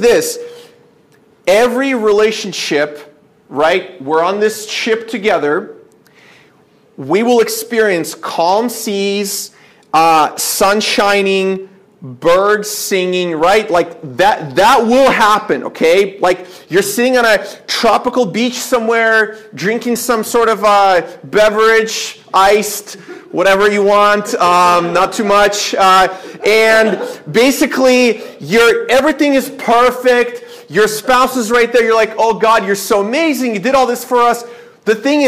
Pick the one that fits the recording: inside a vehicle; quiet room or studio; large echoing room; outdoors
large echoing room